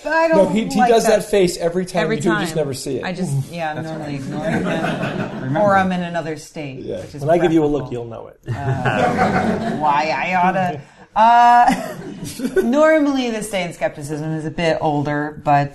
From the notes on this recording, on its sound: Live From New Zealand